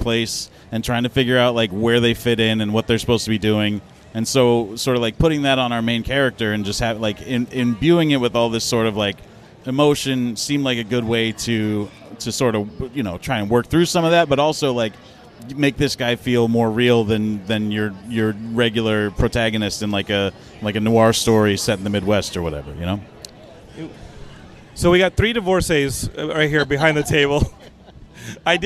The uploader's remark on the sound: Geekscape at San Diego Comic Con 2023 Day 1!